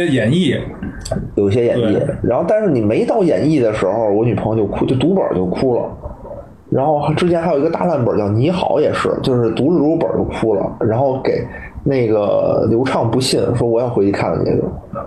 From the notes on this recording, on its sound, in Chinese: 本周加更一期直播节目，音质一般，多担待。